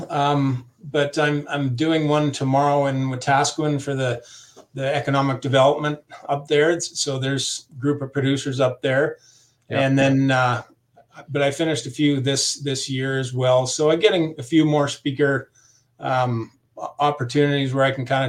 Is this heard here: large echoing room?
no